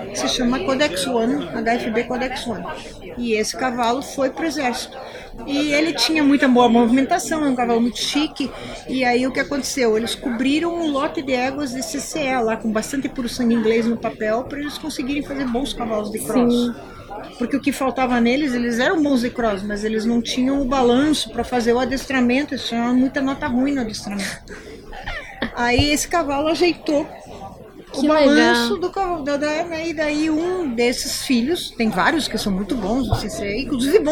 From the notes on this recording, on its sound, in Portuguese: Trazemos mais um episódio gravado durante o XVIII festival nacional do cavalo brasileiro de hipismo.